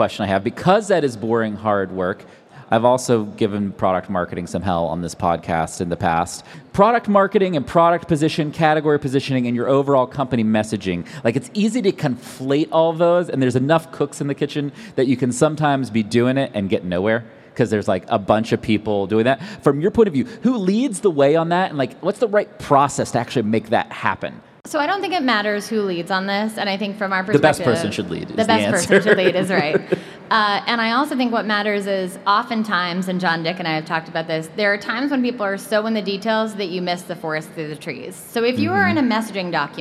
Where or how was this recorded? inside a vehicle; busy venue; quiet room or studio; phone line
busy venue